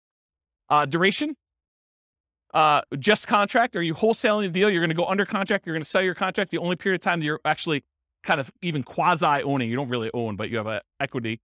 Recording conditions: live audience